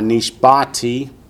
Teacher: The accent's on the ba, nishbati.